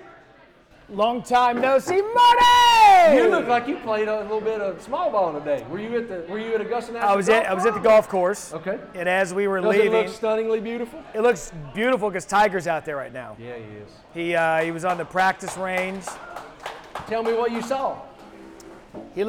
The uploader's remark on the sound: Live from Augusta. Live from Savannah River Brewing Company.